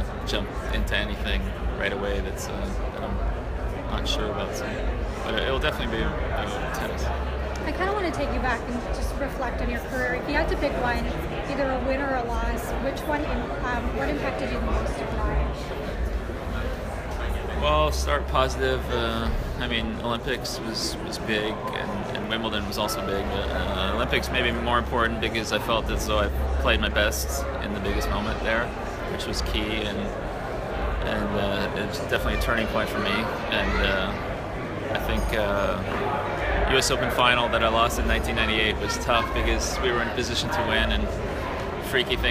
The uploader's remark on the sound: Media Scrum Interview